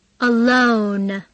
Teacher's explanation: 有一个 L 音，还有一个 N，以鼻音 N 结尾的，很多中国人都没有发出这个鼻音